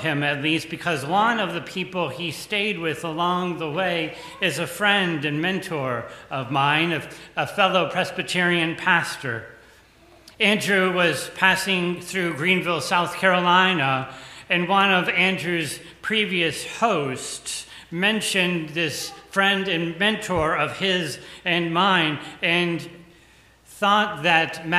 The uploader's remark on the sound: The conversation is followed by the prayers, music, and sermon from Sunday's livestream service. Recorded live each week at First Pres in beautiful historic downtown New Bern, North Carolina. First Presbyterian Church, New Bern, North Carolina.